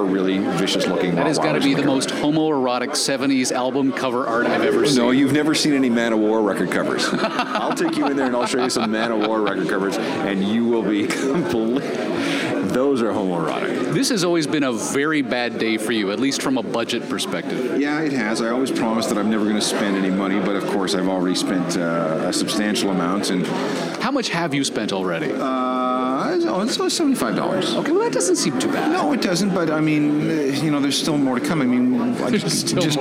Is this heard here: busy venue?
yes